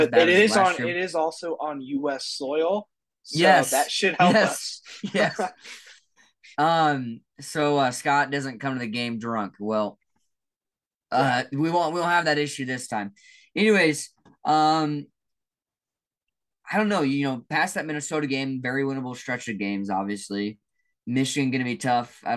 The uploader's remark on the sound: Hop on a zoom call.